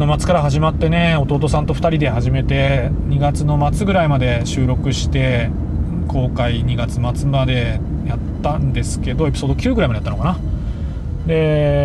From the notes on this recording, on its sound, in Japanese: 福岡を運転しながら。収録の様子を録画し。